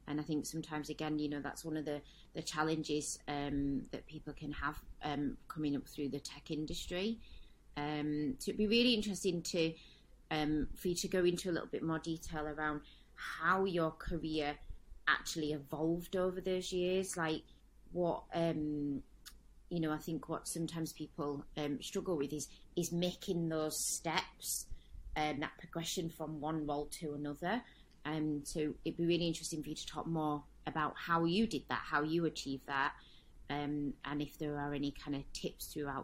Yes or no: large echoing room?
no